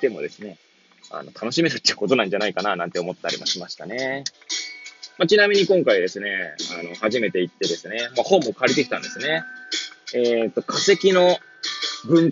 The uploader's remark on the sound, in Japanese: Airpods を付けた状態で、車中で収録しており、雑音などが入る可能性があり、ご容赦ください。